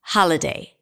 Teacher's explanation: the middle vowel is a schwa sound